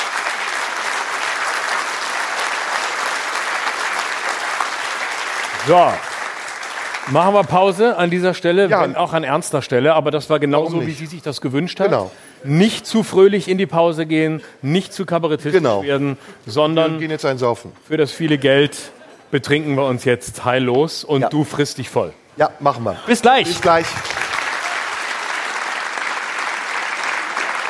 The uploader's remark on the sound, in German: Live im Tipi